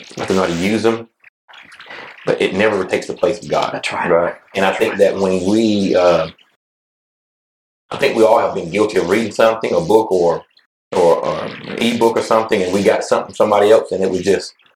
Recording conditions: distortion